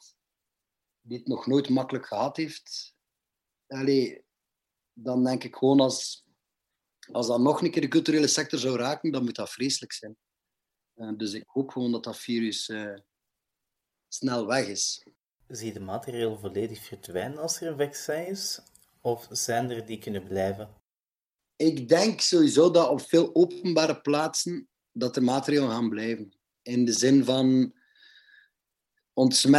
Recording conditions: video call